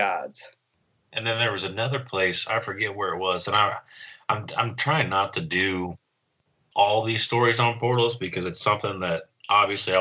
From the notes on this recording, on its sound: On this episode we had to record over Skype so with that being said we apologize for a lesser sound quality.